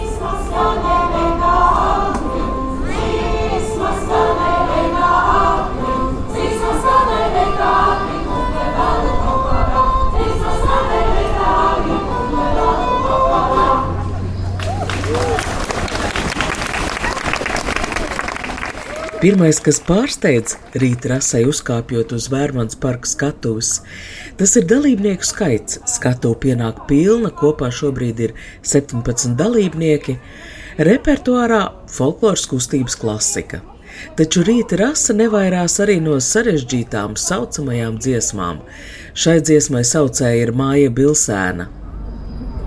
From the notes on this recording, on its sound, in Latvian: Pusbalsī, lai netraucētu uz skatuves notiekošajam.